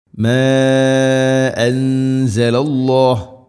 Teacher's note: മാ മദ്ദിൻ്റെ അക്ഷരമായ അലിഫിന് ശേഷം ഹംസ, മദ് മുൻഫസൽ, നാലോ അഞ്ചോ ഹർക്കത്തിൻ്റെ ഖദറിൽ നീട്ടാവുന്ന മദ്ദാണത്